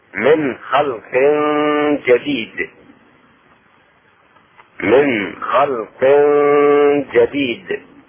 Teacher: إخفاء التنوين وهي كسرتين مع الجيم ومع الغنة